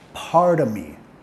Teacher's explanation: el of podemos reducir part of, comiendo la F o sonido B corta.